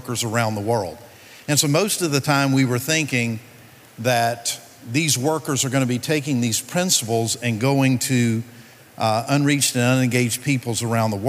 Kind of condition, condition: setting, busy venue